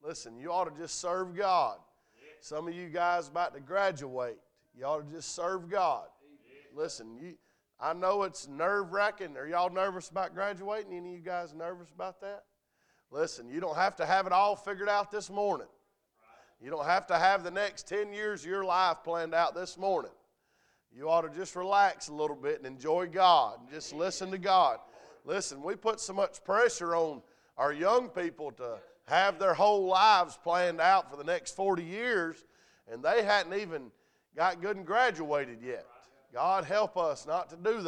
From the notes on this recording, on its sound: A message preached at Crossroads Christian Academy's Chapel Revival